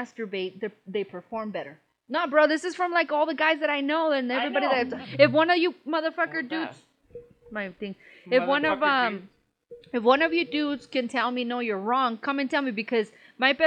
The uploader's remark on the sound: Sorry about the audio